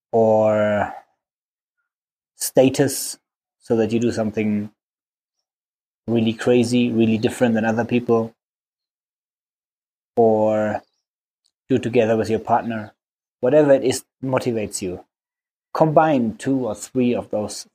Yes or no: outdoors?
yes